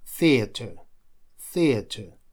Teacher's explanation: Последние две буквы R и они дают безударный звук шва, который читается как краткий А